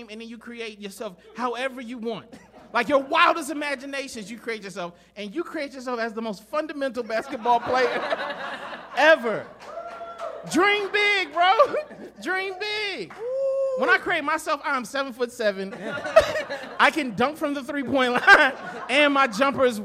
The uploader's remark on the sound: The 100th Episode LIVE from Relapse Theater. Live from Relapse Theater in Atlanta GA.